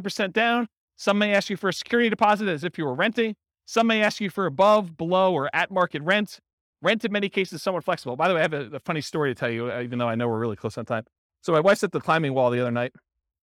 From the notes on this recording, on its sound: This was a live class recorded